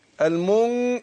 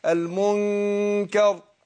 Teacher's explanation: يبقى أقول المن دي غنة هي ومقدارها حركتين